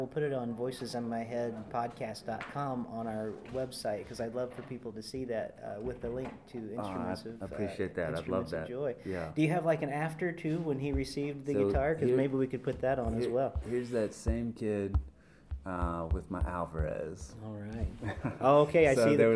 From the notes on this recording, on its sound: Sing 2019 Special. These conversations were recorded live at the 2019 conference.